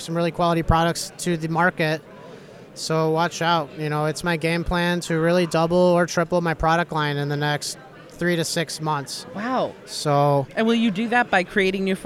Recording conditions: busy venue